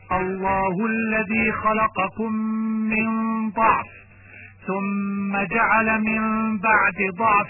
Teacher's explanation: أن تقرأ بفتح الضاد من ألفاظ الضعف الثلاثة من قوله تعالى الله الذي خلقكم من ضعف ثم جعل من بعد ضعف قوة ثم جعل من بعد قوة ضعفا وشيبة، وهي الآية 54 من سورة الروم.